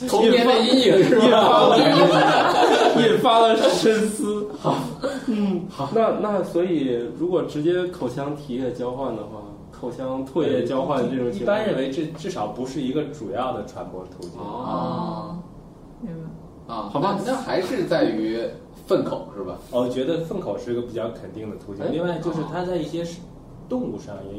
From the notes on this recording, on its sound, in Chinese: 本期节目为在张大妈办公区用录音笔录制，可能有街道上的杂音，请见谅。